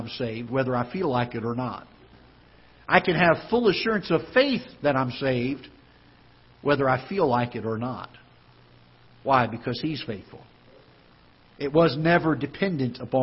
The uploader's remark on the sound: Ketha Heights Baptist Church ~ Live Broadcast